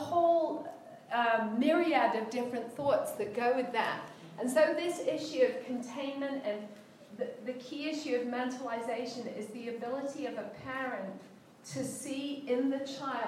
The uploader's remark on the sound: was our speaker at the New Day Shine Women's Retreat for 2019, located at Miracle Camp in Lawton, MI.